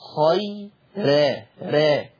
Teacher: اتفقنا أن ورش يرقق كل راء مفتوحة أو مضمومة مسبوقة بكسر أصلي أو بياء، سواء كانت هذه الياء مادية أو لينة. يبقى في كلمة خير راء مرققة خير را، السبب لأنها مفتوحة ومسبوقة بياء لينة.